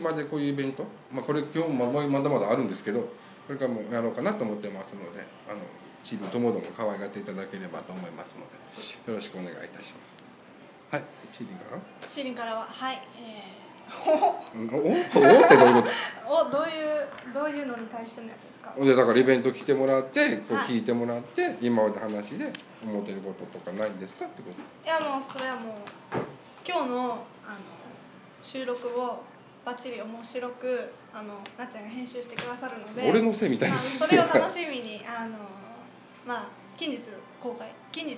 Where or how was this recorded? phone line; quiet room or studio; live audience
live audience